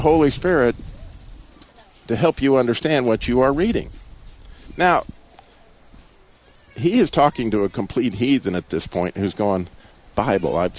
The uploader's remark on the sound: The Christian Car Guy is Live from Abbott's Frozen Custard in Clemmons, NC.